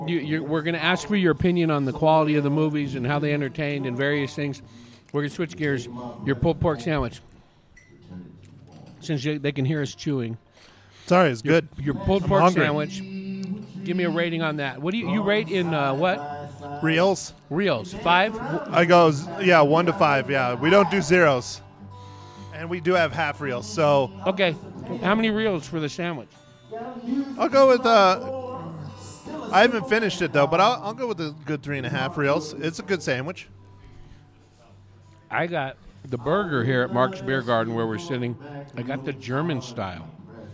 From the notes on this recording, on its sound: Recorded at Marks Beer Garden in Prescott, AZ. Recorded at Marks Beer Garden in Prescott, AZ.